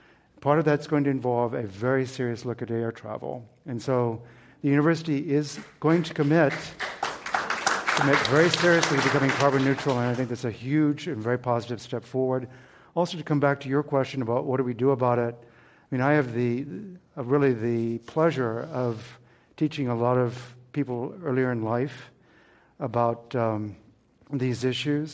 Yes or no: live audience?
yes